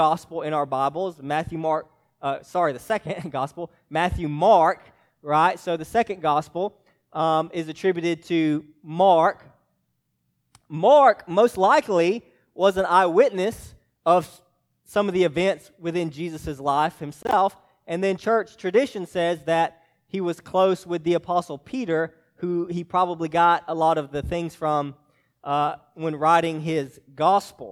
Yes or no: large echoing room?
yes